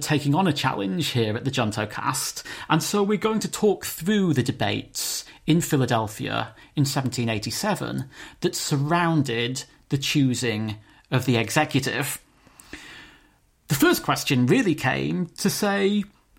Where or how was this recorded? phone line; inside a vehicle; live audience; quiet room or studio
quiet room or studio